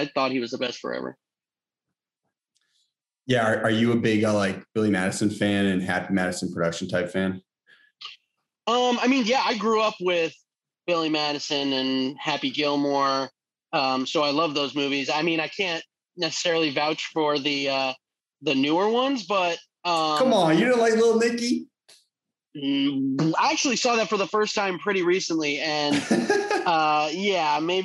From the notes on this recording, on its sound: over Zoom this week